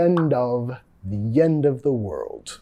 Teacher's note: vinculando, metiendo sonido Y ahí